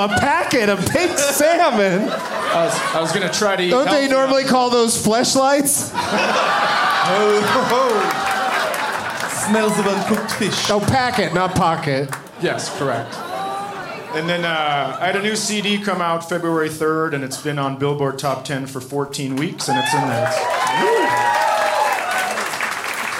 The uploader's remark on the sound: Live from Comedy Works in Denver